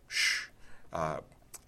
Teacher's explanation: I detect in my own articulation a back position. That is to say, I'm further back in the business area of articulation. Yes. Wherever the tip of my tongue is, wherever the sides of my tongue are, I have a flatter, wider aperture.